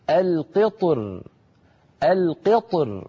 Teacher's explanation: وفي الوجه الثاني يفخم الطاء ويرقق الراء أيضا من غير تكلف هكذا القطر القطر، فيفخم الطاء ويرقق الراء عند الوقف · Term: الترقيق